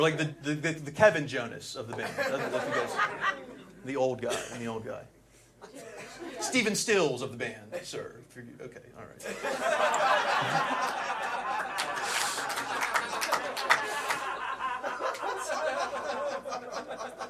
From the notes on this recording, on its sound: Recorded at Flappers Comedy Club in Burbank, CA